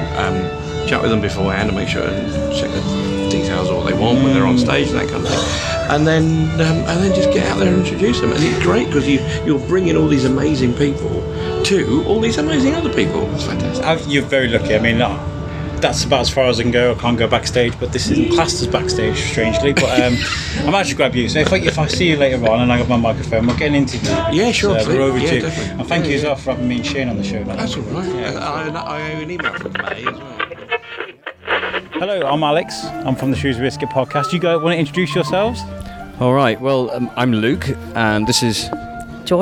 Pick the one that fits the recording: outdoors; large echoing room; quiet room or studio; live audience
outdoors